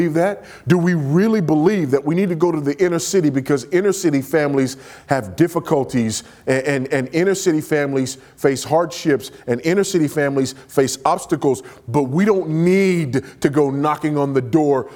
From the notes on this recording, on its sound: at the Southeast Founders "Do Justice, Love Kindness, Walk Humbly" regional conference in Cape Coral, Florida